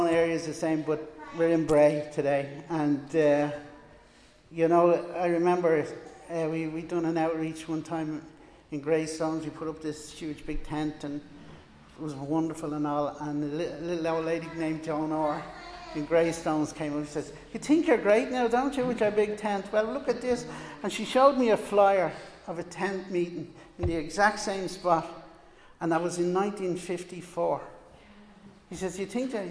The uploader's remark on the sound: Recorded live in Liberty Church on 25 July 2021